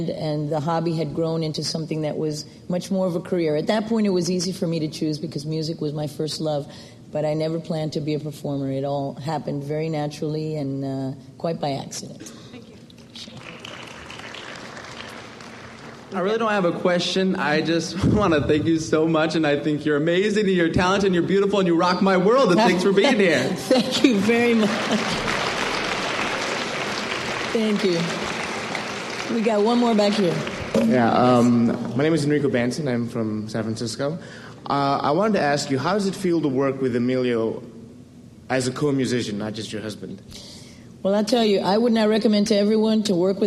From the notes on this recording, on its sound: recorded at the Academy of Achievement's 1997 Summit in Baltimore, Maryland